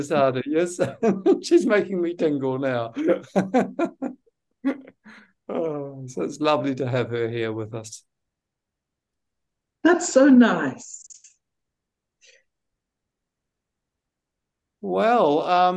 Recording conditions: video call